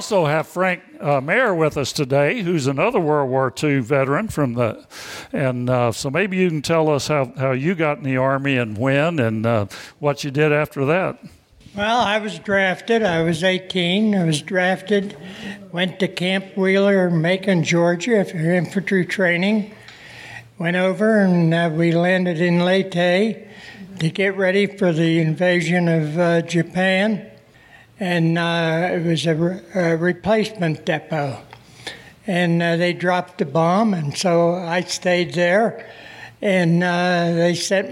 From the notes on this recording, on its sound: Stories and voices of local veterans recorded live on June 8, 2016 at Grazie Restaurant in Wexford, Pennsylvania. Veteran Voices of Pittsburgh Oral History Initiative.